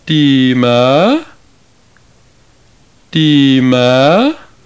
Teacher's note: I'm sure you heard the gradual glide upward in the last syllable. · Term: acute accent